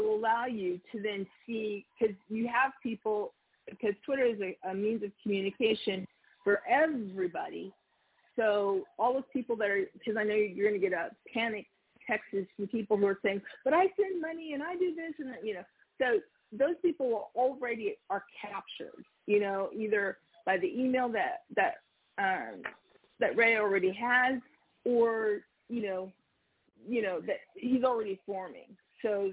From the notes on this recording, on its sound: TNTSuperfantastic Conference Call